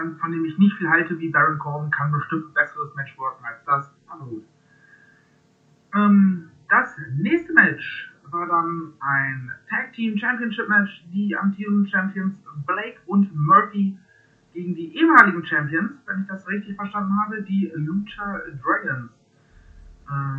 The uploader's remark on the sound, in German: Sorry für die wacke Soundqualität.